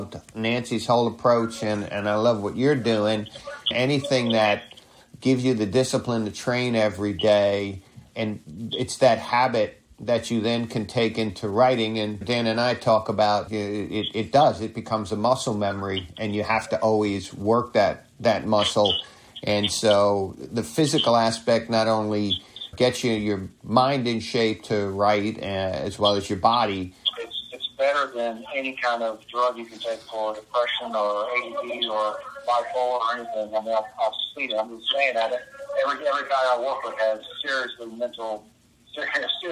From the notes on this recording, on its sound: On the phone means this recording has a lower audio quality. Trust us, it’s worth the glitches and volume shifts.